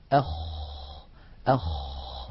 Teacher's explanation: من أولى صفاته أنه مهموس، يعني يجري معه النفس، أخ أخ، فلا بد من إجراء هذا الهمس الذي هو جريان النفس. أيضا الخاء حرف رخو، يعني قابل للتطويل، يجري معه الصوت